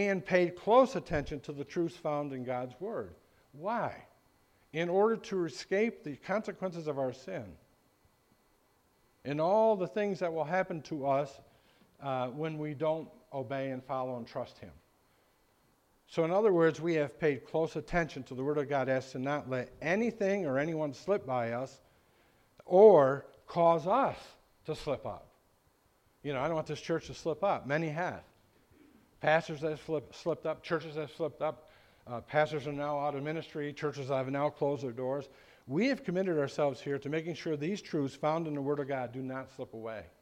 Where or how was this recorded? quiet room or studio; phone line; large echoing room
large echoing room